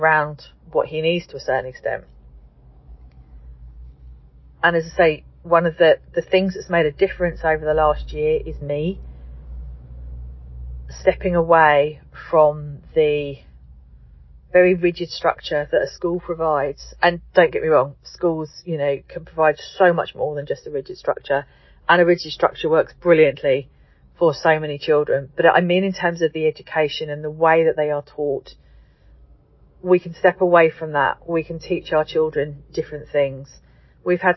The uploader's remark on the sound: as I sit in the car outside my son's exam centre